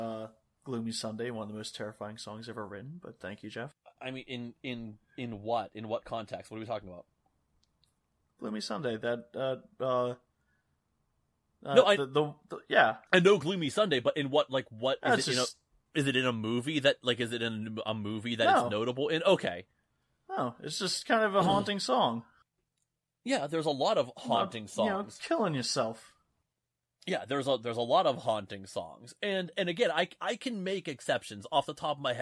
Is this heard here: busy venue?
no